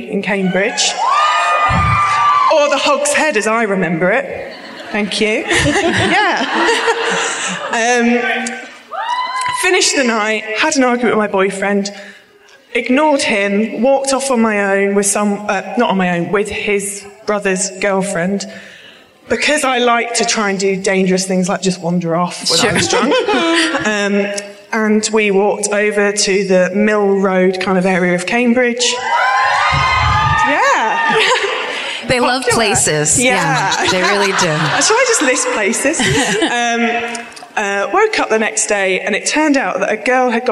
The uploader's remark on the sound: Live at the Hammersmith Apollo in London